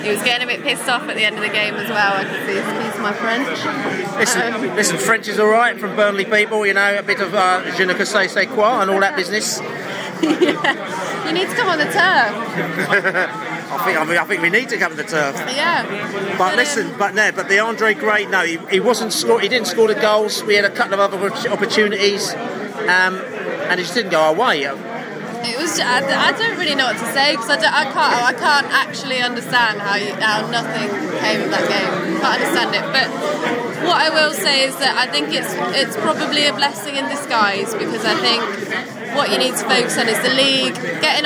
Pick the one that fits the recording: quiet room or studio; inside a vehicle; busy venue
busy venue